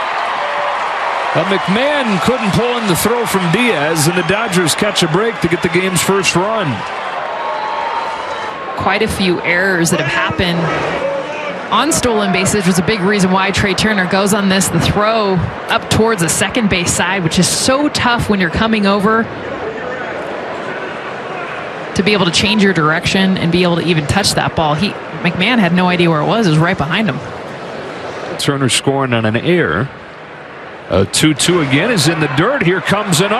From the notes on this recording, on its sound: Live from #CoorsField